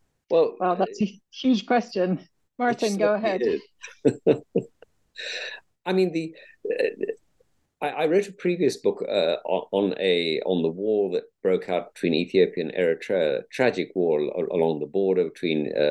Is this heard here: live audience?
no